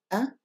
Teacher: The hamza, a, is pronounced in the throat.